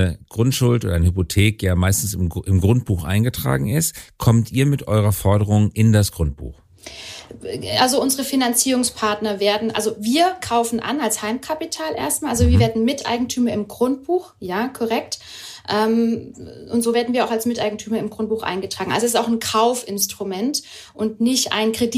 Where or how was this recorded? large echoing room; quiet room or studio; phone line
quiet room or studio